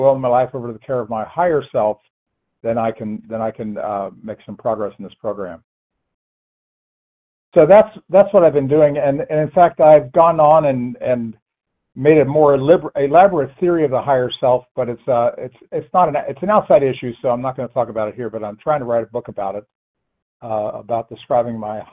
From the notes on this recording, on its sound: 100 Pounders Phone Meeting